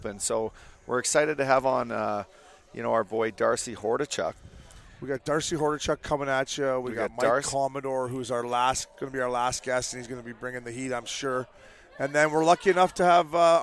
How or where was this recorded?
busy venue